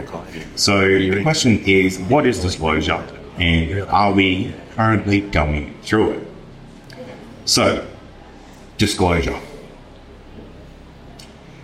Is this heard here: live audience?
yes